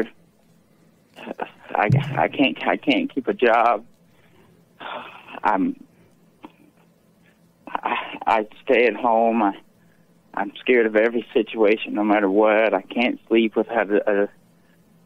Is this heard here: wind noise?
no